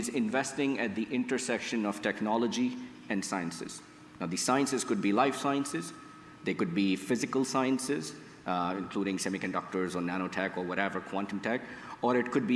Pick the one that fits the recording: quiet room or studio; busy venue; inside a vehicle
busy venue